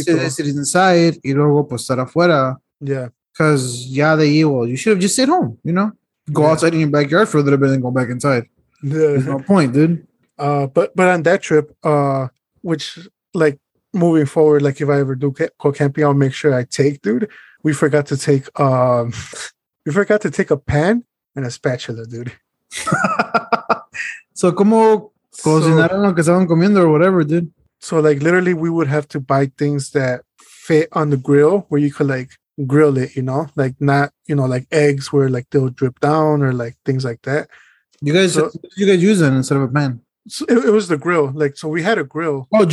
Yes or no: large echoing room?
no